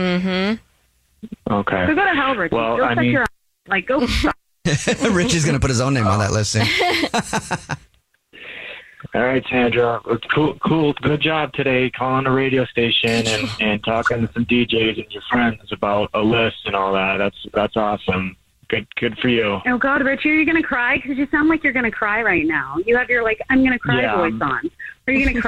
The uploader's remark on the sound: is on the phone